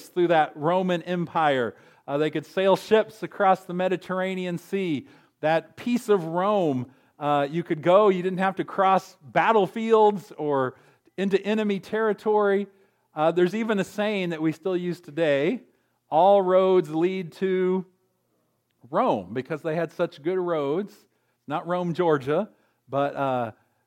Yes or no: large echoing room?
yes